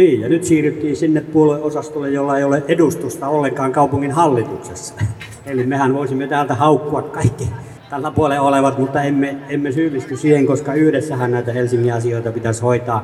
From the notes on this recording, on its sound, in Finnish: Valtuustopuolueiden paneelikeskustelu kaupungin kehitykseen liittyvistä aiheista pidettiin Helsinki-päivänä 12.6.2018 Narinkkatorilla. Helsingin Lähiradio 100,3 MHz.